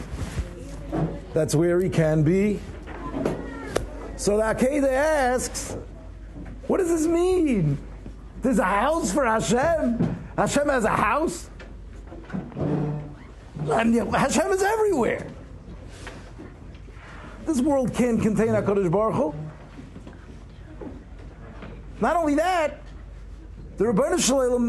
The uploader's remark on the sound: Shiur recorded in Yeshivas Ohr Reuven, Monsey, NY.